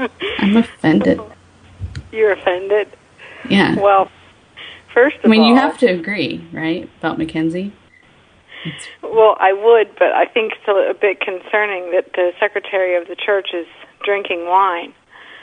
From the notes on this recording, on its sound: RBCP's Personal Prank Phone Calls Collection